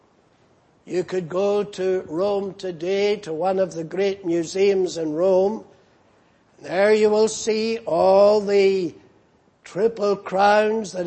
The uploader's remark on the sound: Preached in Grafton. At the Lord's Day Morning service on 28th April, 2019.